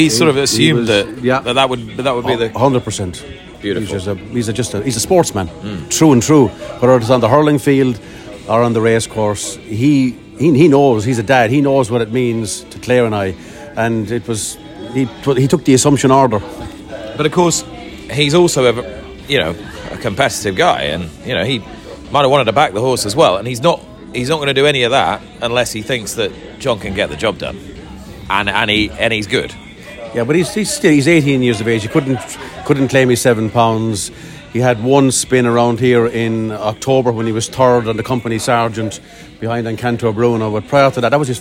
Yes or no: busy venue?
yes